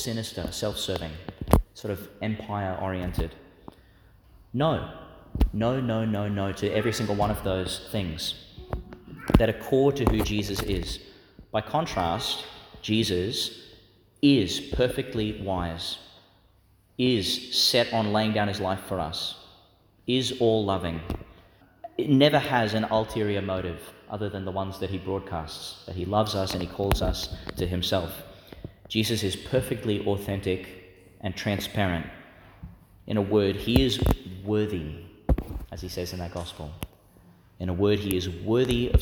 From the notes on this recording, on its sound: delivered in St Peter Chanel Church, Tannum Sands, Qld.